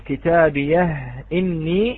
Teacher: بتحقيق الهاء ساكنة في كتاب يه في حالة الوصل · Term: عدم النقل